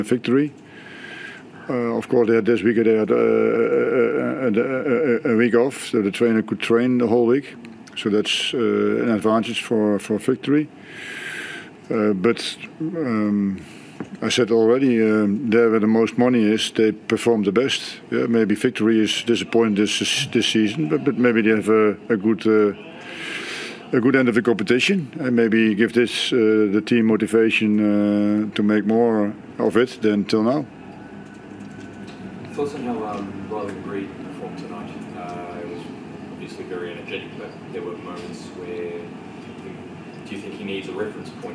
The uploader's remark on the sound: Post-Match Press Conference. Hyundai A-League.